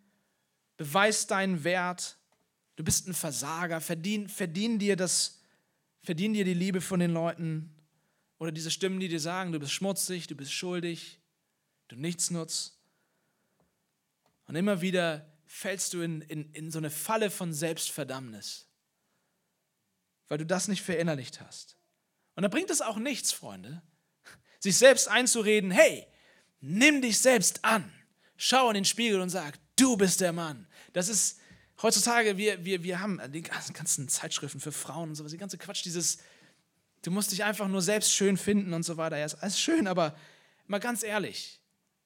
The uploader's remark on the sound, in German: Osterpredigt aus dem Leipzigprojekt